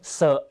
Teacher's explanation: ตัว Sนะครับออกเสียงเซธรรมดาเสียงไม่สั่นนะฮะ